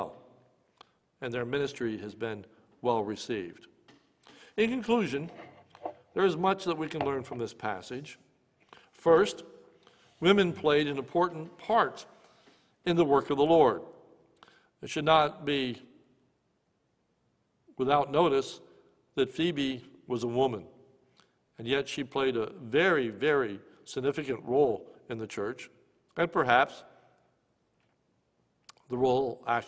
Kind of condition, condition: setting, large echoing room